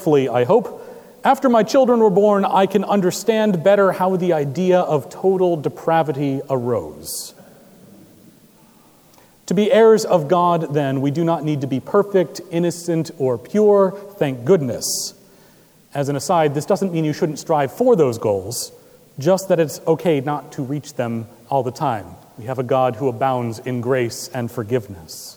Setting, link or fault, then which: setting, large echoing room